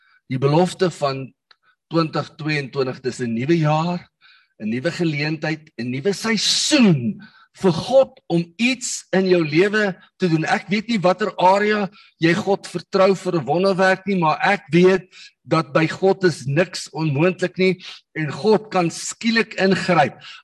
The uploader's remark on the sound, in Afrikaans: Manne van die Woord Zoom Byeenkoms